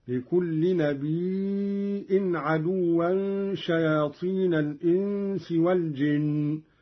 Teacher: قرأ قالون بهمز الياء من النبأ وهو الخبر: لكل نبي عدوا شياطين الإنس والجن، ويصير عنده مدا متصلا.